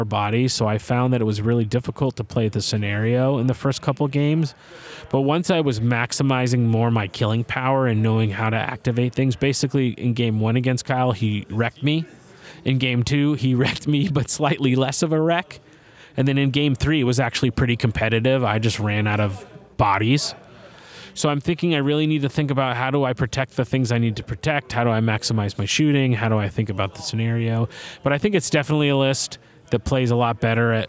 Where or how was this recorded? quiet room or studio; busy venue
busy venue